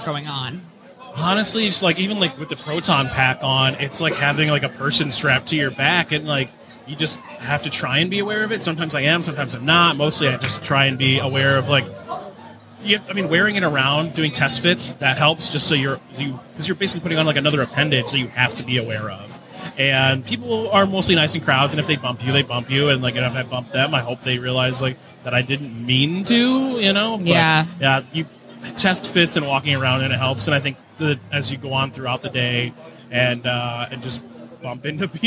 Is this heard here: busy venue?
yes